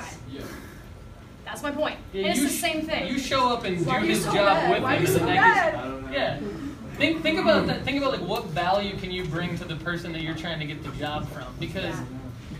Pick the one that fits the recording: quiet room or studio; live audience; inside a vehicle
live audience